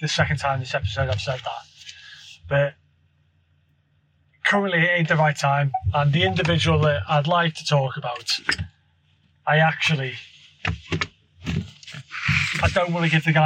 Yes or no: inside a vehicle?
yes